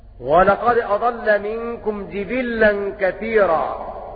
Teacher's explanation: قرأوا بكسر الجيم والباء وتشديد اللام